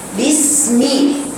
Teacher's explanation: بيني فيها صفير بيني فيها رخاوة